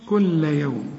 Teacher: اللام هنا مشددة لكن لا تغن